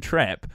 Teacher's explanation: the short A sound, as in trap, has moved to the short E sound · Term: shifts in the short front vowels